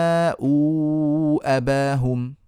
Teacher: شكرا في صعوبة في الكلام ما فيش الحمد لله صعوبة عندي حرف مد وبعده همز طيب ما هو المطلوب مني المطلوب مني بكل سهولة ويسر أن أمده أربع حركات أو خمس حركات بس التسمية مش مهم إن أنا أعرفها ما دام أنا وجدت · Term: المد المتصل والمد المنفصل